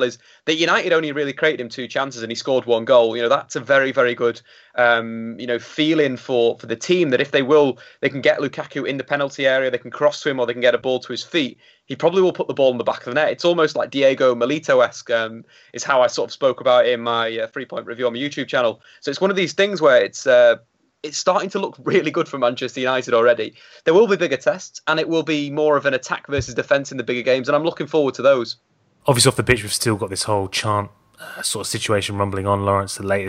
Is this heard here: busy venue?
no